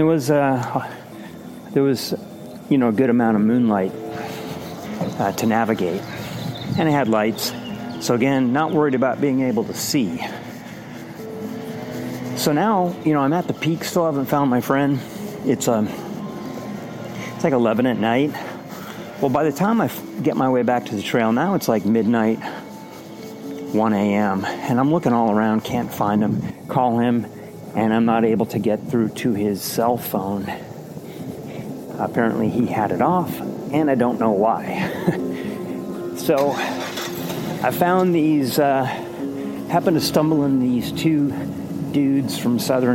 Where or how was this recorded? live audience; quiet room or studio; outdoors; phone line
outdoors